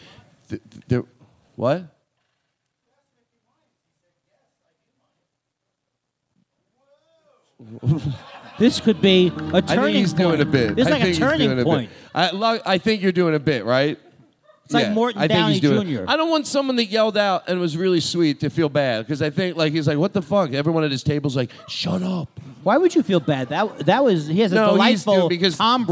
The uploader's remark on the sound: This episode is LIVE from JFL NorthWest